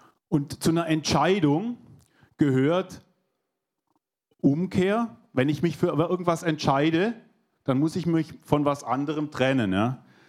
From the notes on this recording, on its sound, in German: 2022 in der Gemeinde Kaleo Schopfheim aufgenommen.